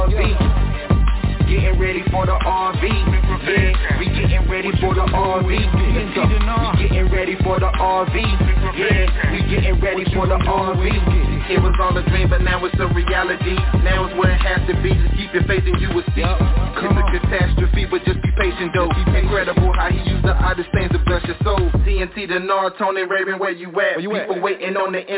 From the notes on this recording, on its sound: TNTSuperfantastic Conference Call